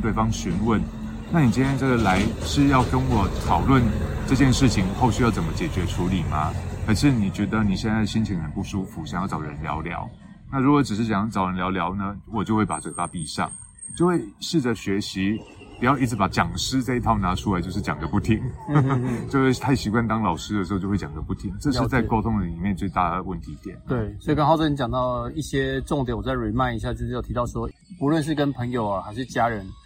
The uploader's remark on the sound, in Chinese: 錄製地點是"臺中東豐鐵馬道"